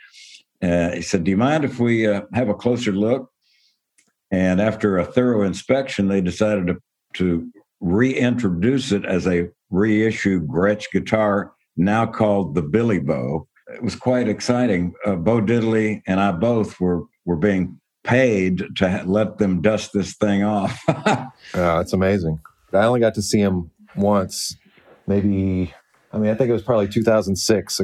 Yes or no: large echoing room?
no